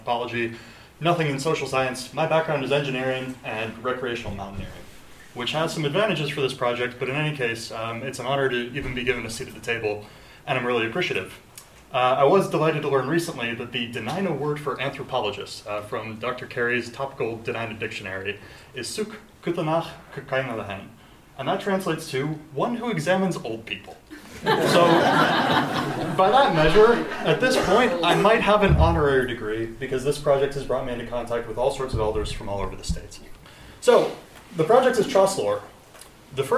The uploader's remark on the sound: Our episode this week features presentations from the Alaska Historical Society 2023 conference.